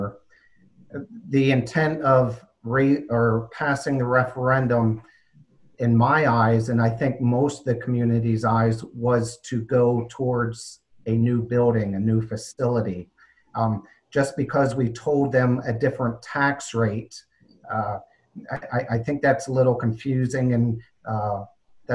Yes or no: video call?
yes